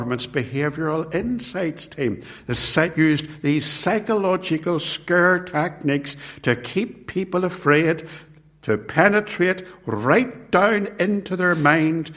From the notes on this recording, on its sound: It was recorded at Templepatrick